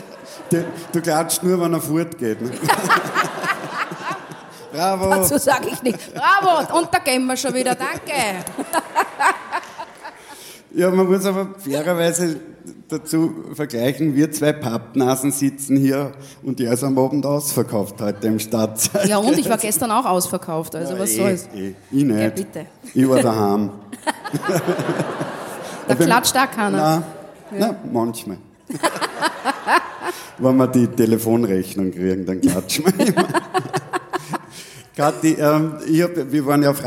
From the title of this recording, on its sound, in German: Auf dem roten Stuhl LIVE SHOW